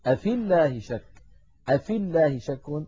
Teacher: أفي الله شك، أفي الله شك، التقى ساكنان، الأول ياء ساكنة في آخر الكلمة الأولى وأول الكلمة الثانية ساكن، وهو اللام الأولى من اللام المشددة من لفظ الجلالة، فنسقط الياء من كلمة أفي من اللفظ، فنقول أفي الله شك، أفي الله شك بإسقاط الياء لفظا، هذا في حالة الوصل.